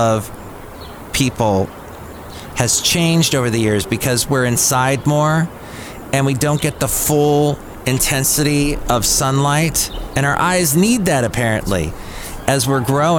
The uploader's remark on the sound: podcasts live from Cafe Anyway